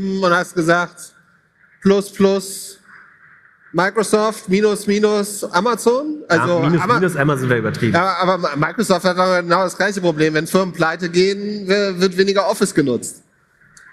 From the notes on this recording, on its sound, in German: Live vom OMR Festival. In dieser besonderen Folge reden wir live vor einem ~ 5000 Leute Publikum.